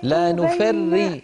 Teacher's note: راء مشددة مكسورة يعني مرققة